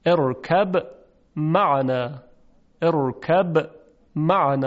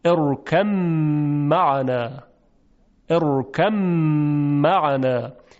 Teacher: حرف با در میم ادغام میشه · Shown in: second take · به این صورت ارکم معنا، ارکم معنا، یعنی به جای اینکه با رو بگوییم یک میم مشدد میگیم که این میم مشدد باید با غنه همراه باشه، یا بنی ارکم معنا. · Term: ادغام حرف با در میم